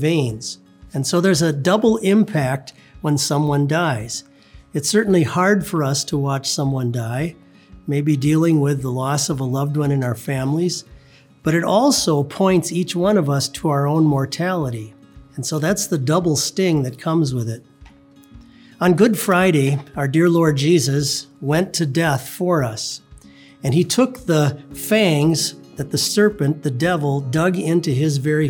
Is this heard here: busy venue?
no